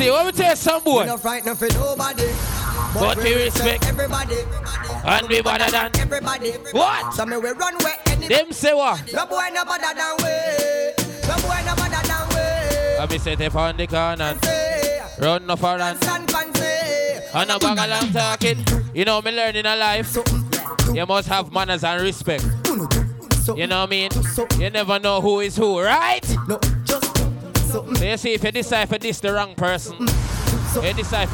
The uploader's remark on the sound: GALLOWEEN 2023 LIVE AUDIO. Live Audio from GSB Entertainment's event Galloween.